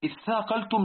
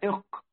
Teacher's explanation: وسبحان الله، اثاقلتم لما تنظر إلى مخارج هذه الكلمة، الثاء منين؟ من طرف اللسان مع الثنايا، من بين الثنايا، والقاف في آخر اللسان، اق، واللام في أول اللسان، والتاء في أول اللسان.